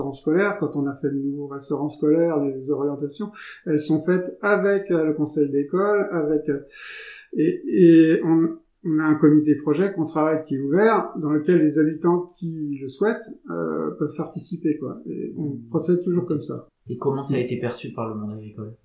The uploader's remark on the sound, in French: j'ai rencontré un souci technique durant l'enregistrement de l'épisode d'où la qualité sonore médiocre